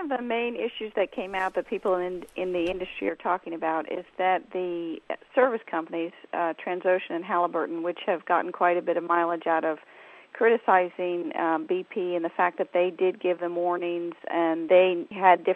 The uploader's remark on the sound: down the line from Houston